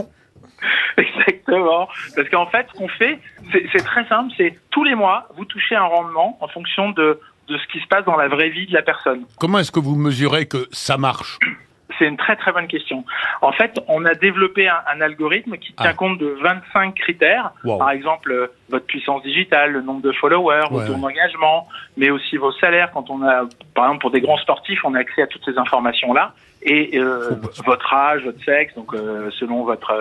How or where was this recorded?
phone line